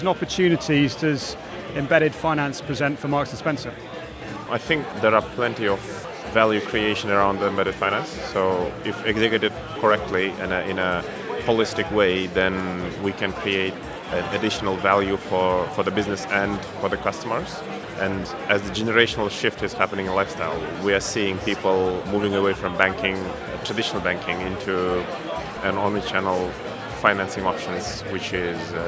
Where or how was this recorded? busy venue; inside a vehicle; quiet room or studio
busy venue